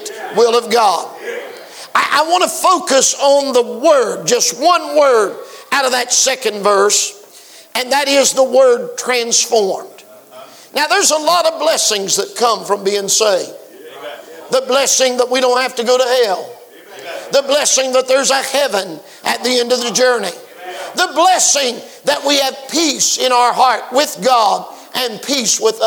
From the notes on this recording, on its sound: preached at the 2023 Back to the Bible Camp Meeting in Lucasville, OH